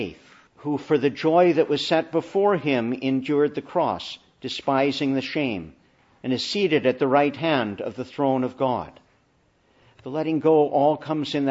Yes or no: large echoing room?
yes